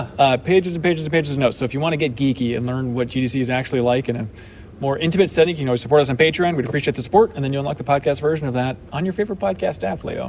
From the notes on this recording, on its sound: We're recording from the show floor at GDC 2022.